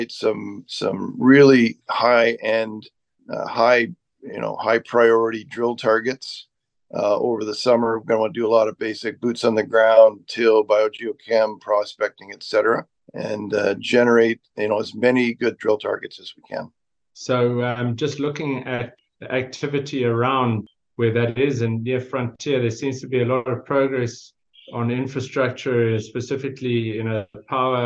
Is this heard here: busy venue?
no